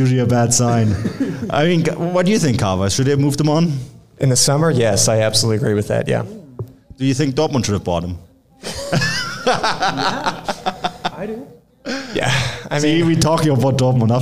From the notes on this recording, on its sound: We all sat down for a live show and Q&A before St. Louis CITY SC's historic match at CITYPARK vs Bayer Leverkusen.